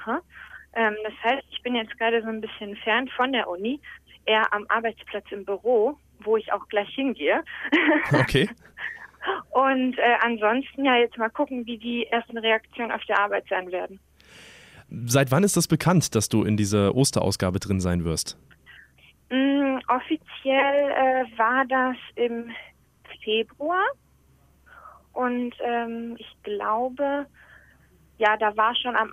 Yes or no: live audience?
no